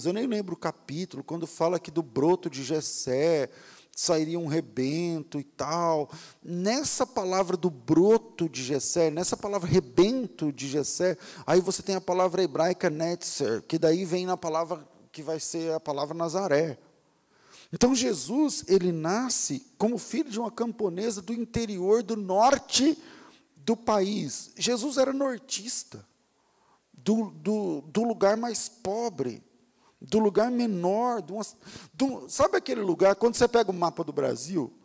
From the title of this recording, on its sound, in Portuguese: Culto ao vivo